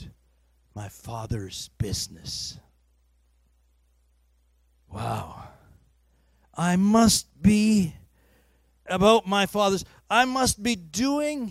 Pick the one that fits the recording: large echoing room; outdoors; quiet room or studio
large echoing room